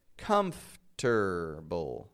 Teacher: I pronounce it as if it's comfter, comfter. I take the F, and then I go straight to the T, and then I rearrange the letters.